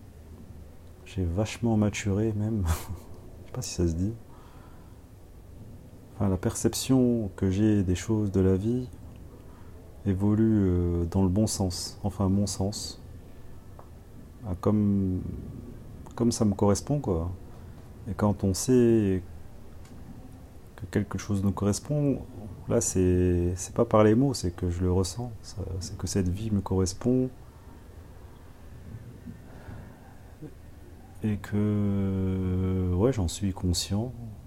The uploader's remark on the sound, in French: Live Chill - Par terre chez moi. Mon attention est portée sur le bruit autour de moi, provenant de la vie du quartier, des voisins, de la nature...